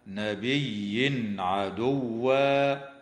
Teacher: ويظهر التنوين عند العين في قوله تعالى نبي عدوا